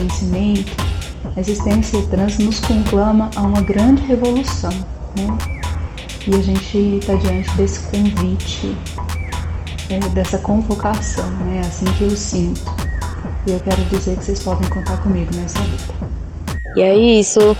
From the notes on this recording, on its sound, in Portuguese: Seguindo as normas de saúde e segurança atuais, cada pessoa participante desta conversa estava em suas respectivas casas e com as ferramentas de áudio disponíveis. Por conta disso, é comum que haja sons da cidade, barulhos corriqueiros e erros de conexão.